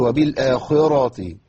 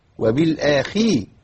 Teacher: الخاء هنا مكسورة في أدنى مراتب التفخيم · Shown in: second take